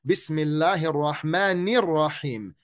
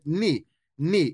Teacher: Make sure you're putting a clear cut kasra, yani the E sound on the noon